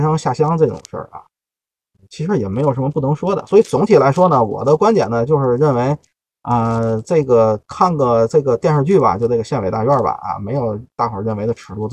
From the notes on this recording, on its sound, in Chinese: 本期录音在车里录的，效果略有瑕疵，各位包涵。